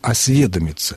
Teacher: в глаголе, однокоренном глаголе, но только возвратном, «осведомиться», ударение падает все-таки на корень, а не на суффикс